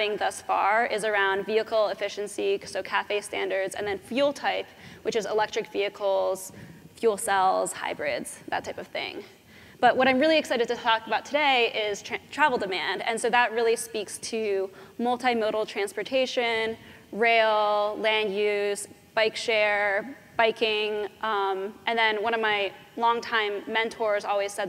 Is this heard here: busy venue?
yes